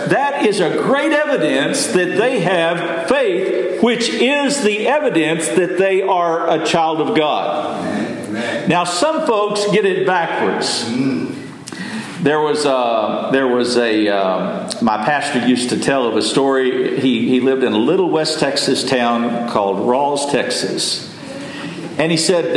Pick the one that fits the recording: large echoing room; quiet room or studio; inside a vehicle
large echoing room